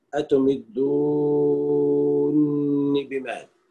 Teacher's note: يقرأ بإدغام النون الأولى في الثانية